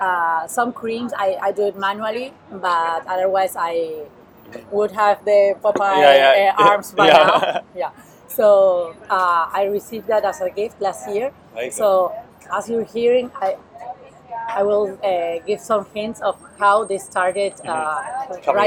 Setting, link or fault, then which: fault, wind noise